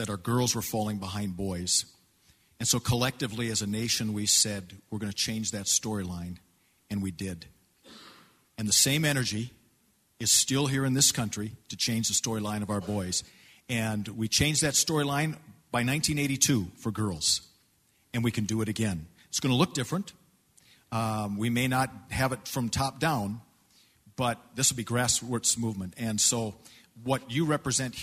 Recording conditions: live audience